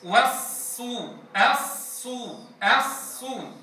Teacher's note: عند الصاد المضمومة أضم الشفتين